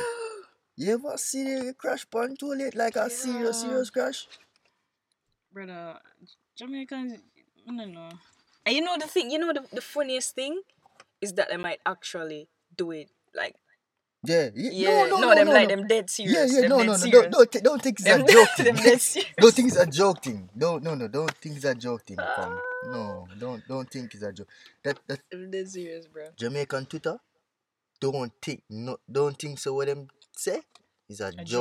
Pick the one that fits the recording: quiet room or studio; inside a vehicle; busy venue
inside a vehicle